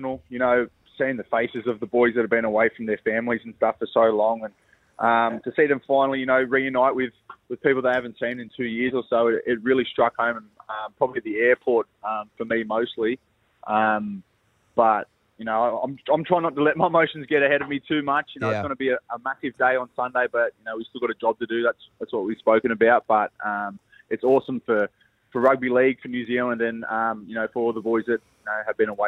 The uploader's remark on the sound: We were joined on the phone by New Zealand Warriors player